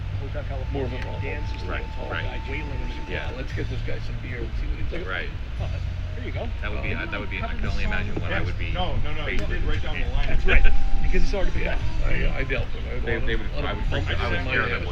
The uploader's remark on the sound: Live at the MMPR18 BBQ pt 2